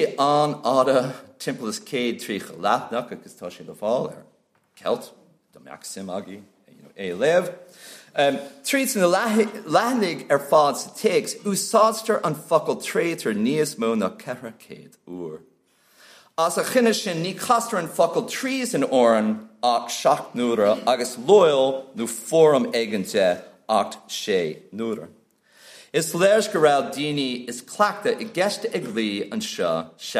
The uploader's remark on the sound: At the 2023 Tudor and Stuart Ireland Conference.